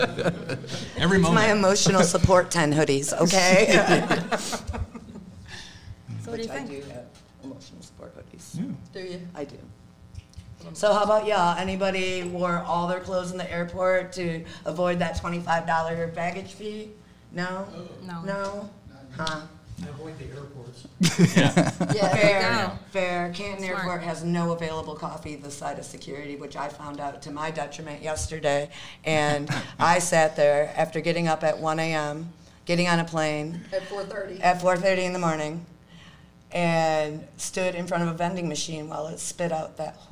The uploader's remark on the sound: All five of us together at last, live at Monsterfest!